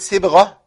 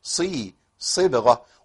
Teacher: الصاد هنا مكسوره لكنها قويه، الكسر يؤثر عليها · Shown in: second take · لكن مش بالدرجه اللي تخليني اقول سي صبغه، ما تنفعش.